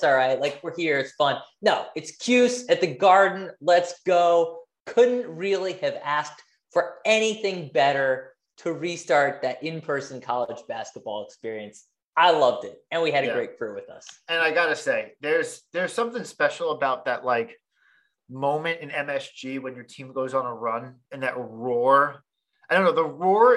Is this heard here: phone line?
no